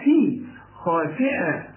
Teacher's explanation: وبعدها ألف بتبقى تخينة أوي خاء شوف خا والسين تكون أكثر رفقة لأنها مكسورة